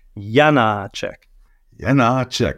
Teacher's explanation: The stress is on the ya. But Čech has short vowels and long vowels that have nothing to do with stress.